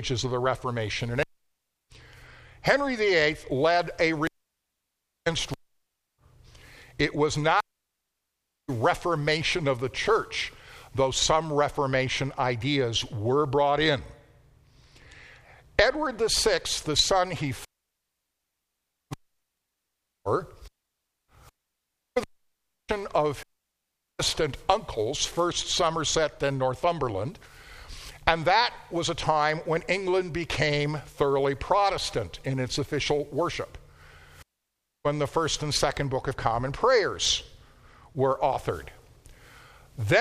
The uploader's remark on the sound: NOTE: THIS AUDIO RECORDING IS SUBPAR AND WILL CUT OUT OCCASIONALLY.